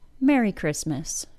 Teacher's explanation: Use the A-I-R sound, air, and you'll be fine. Then, don't try to add a T sound into Christmas. It's not there. The two syllables are Chris-mas. · Term: silent T